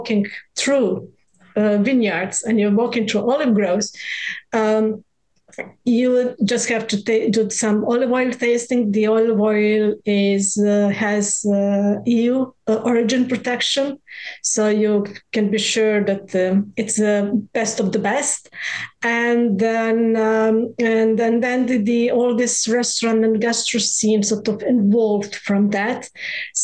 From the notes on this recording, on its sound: Virtual RoadShows Panel.